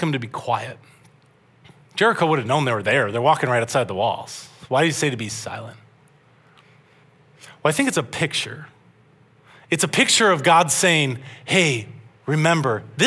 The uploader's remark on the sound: This message was originally preached at Highpoint Church on Sunday, March 19, 2023.